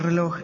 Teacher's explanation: el acento cae en la última sílaba · Term: acento prosódico